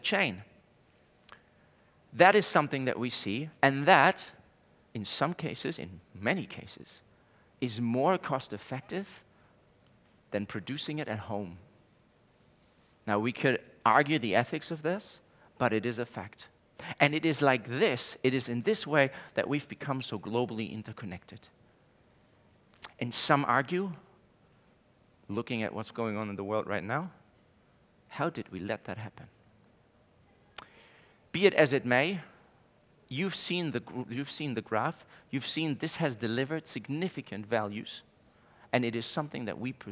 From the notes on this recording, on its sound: Speaking on the first day Elite Business’ live event on March 9